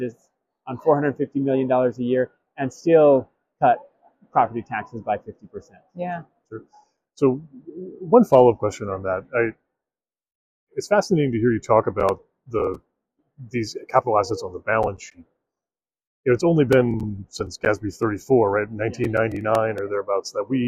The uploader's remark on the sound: at the Government Finance Officers' Association 2023 annual conference in Portland, OR